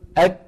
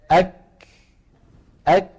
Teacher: فبداية الكاف شديدة نهايتها مهموسة